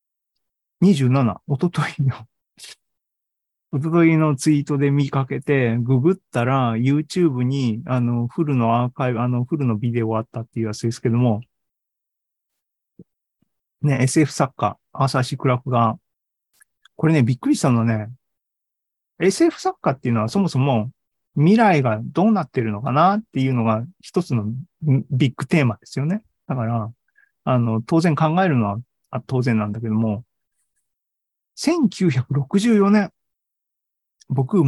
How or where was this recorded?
video call